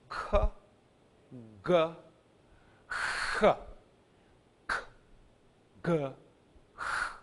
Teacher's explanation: kappa, gamma, and he are gutturals. They are made in the throat.